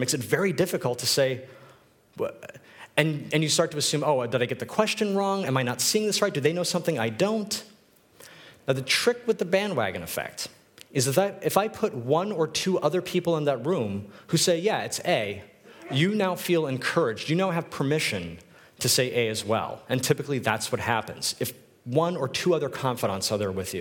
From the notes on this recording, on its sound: This is a recording of my talk at UX Copenhagen